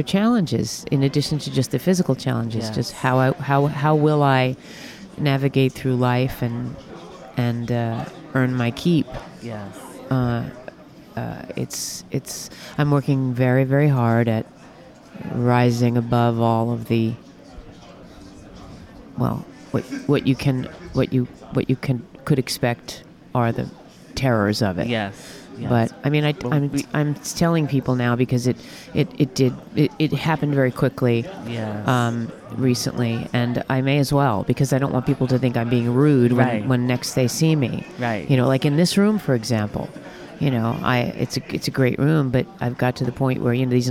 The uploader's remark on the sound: Interview at Feinstein's/54 Below. Live from Feinstein's/54 Below press day.